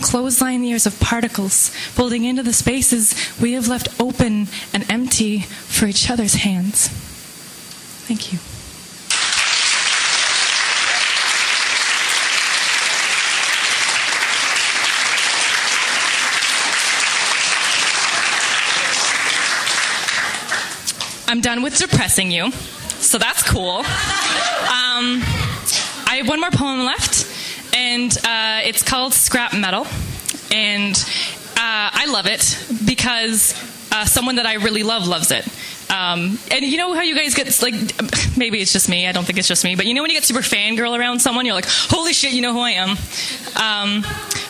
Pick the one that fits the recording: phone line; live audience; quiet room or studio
live audience